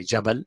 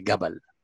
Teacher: the Yemeni until now, and also the Egyptian, when they say Jabal, mountain, they say Gabal · Shown in: second take · And in other dialects in Arabic, after the Quranic Arabic became just only classical in the books, and the people turned into various dialects, the Qaf became heavy for many people, and they turned it into Ga.